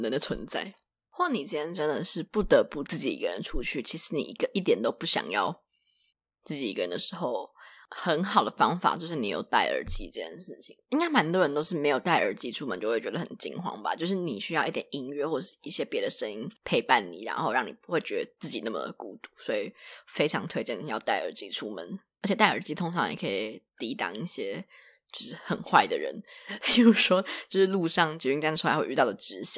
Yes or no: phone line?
no